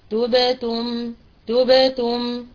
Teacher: نضم الشفتين أولا للنطق بالتاء المضمومة ثم نرجع الشفتين نرجع الشفتين لوضع السكون للنطق بالياء الساكنة ثم نعود لضم الشفتين للنطق بالتاء الثانية المضمومة ثم نعود لوضع السكون للنطق بالميم الساكنة. · Term: بسط الشفة